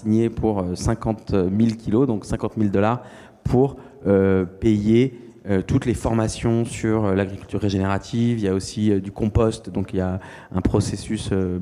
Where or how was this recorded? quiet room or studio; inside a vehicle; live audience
live audience